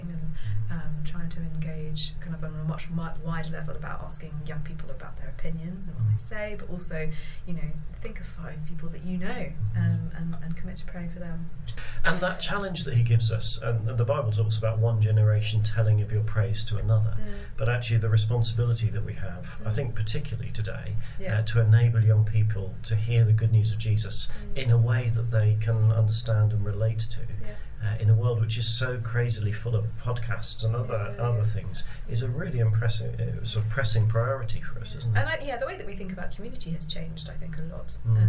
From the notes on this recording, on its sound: Sorry about the slight hiss.